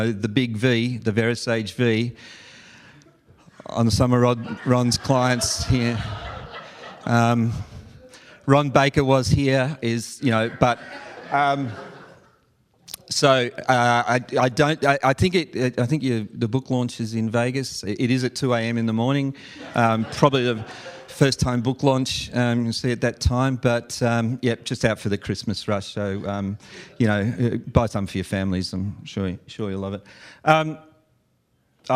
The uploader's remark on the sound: live event coverage of the VeraSage Symposium